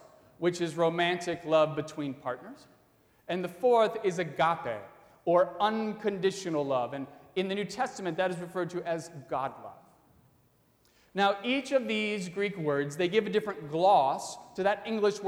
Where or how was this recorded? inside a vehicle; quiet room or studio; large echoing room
large echoing room